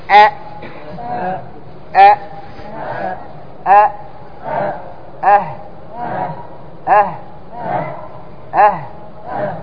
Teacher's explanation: قال من أقصى الحلف، يعني آخر شيء، وأول شيء بالنسبة لهنا، من هنا من تحت يكون أول شيء الهمزة والهاء. عندما تقول أ، وعندما تقول أه، لاحظ أن المكان واحد